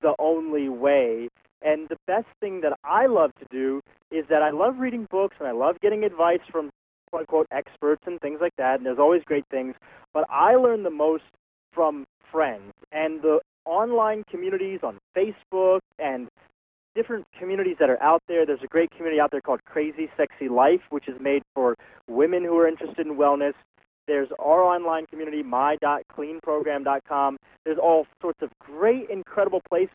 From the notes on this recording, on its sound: On this recording of our September 7, 2010, teleseminar